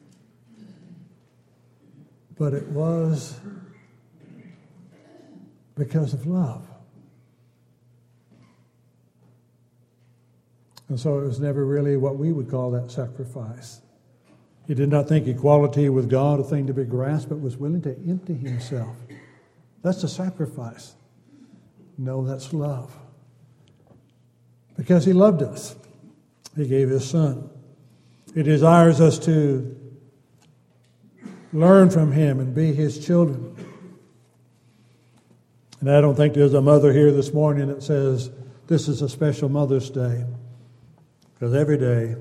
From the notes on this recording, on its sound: Downtown Church Of Christ Audio Sermon